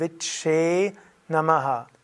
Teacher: Das Doppel-C macht das Ganze etwas länger